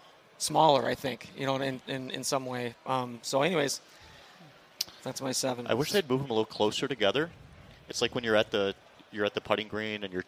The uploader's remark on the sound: At the Minnesota Golf Show, we were joined on stage